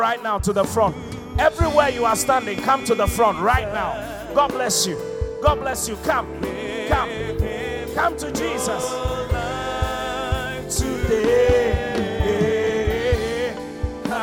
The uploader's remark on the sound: Preached at the Qodesh